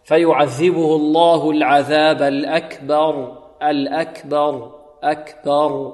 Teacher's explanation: يقول فيعذبه الله العذاب الأكبر، أكبر، فيميل فتحة الباء، وهذا خطأ، لا، الباء هنا مفتوحة فتحا متوسطا الفتح المعروف، وكذلك مرقق، نجمع بين فتح الباء وترقيقها مع تفخيم الراء